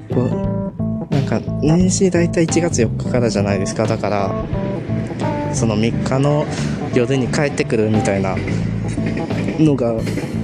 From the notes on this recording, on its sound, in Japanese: 実家に一旦戻る時の帰り道で収録してん。